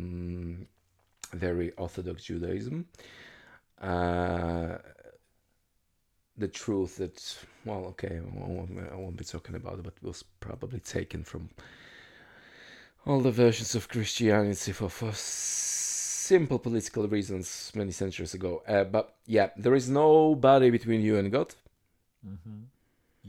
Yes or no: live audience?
no